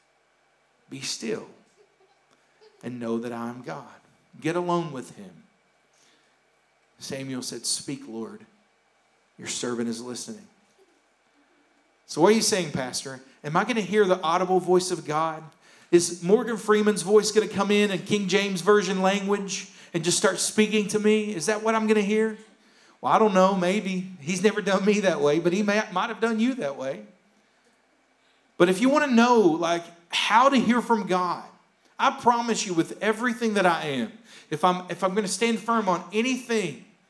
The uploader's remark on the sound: Here is a rebroadcast of our service from May 16th, 2021